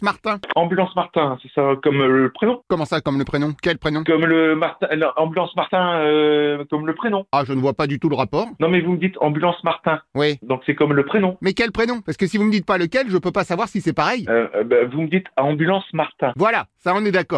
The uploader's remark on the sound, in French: L’appel trop con de Rire & Chansons